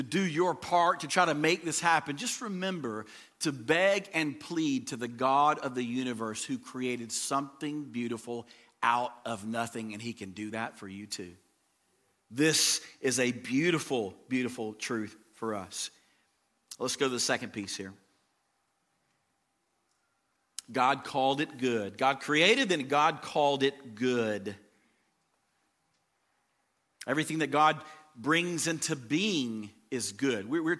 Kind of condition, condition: setting, large echoing room